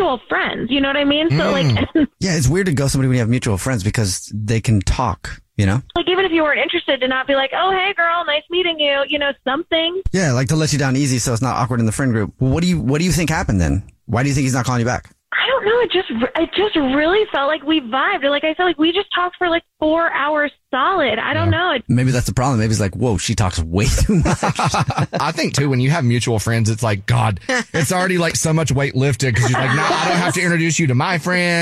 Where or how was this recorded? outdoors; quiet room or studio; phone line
phone line